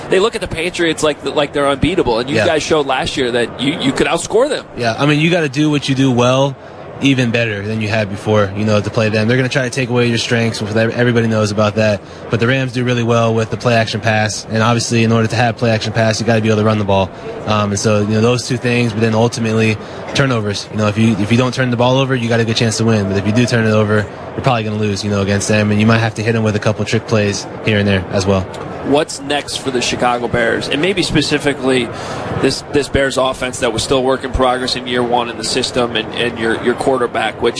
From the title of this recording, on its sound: Live From Radio Row Day 4